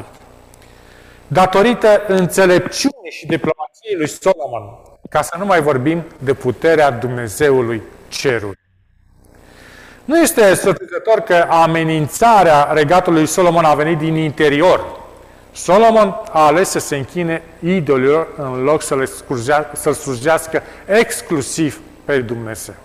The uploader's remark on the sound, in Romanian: Live de la Biserica Romana Heralds Adventista din Toronto, Ontario, Canada.